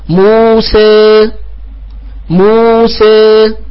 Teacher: هذه حركة فرعية، لا هي فتحة ولا هي كسرة · Term: الإمالة